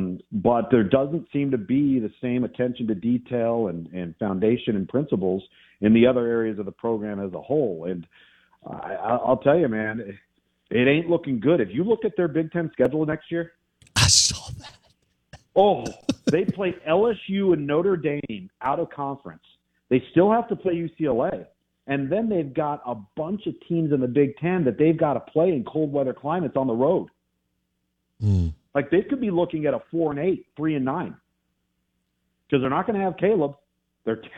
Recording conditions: phone line